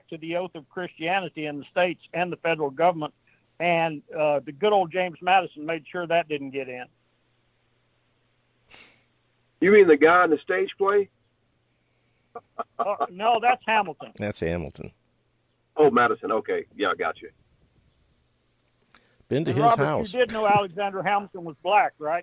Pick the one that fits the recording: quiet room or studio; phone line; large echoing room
phone line